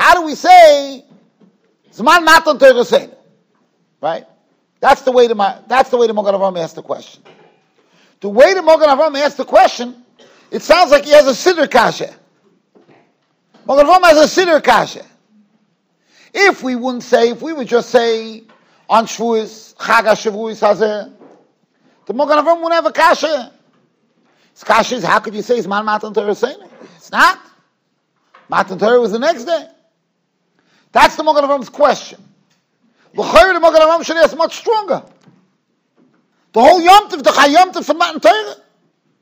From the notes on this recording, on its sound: Shiur recorded in Yeshivas Ohr Reuven, Monsey NY.